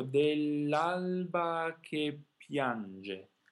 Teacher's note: Always sing thinking of connecting the vowels to each other by keeping the legato, and then use the energy of the consonants through the vowels. So these consonants are a little longer, tastefully, but always with an energy that connects one vowel to the next, · Term: raddoppiamento sintattico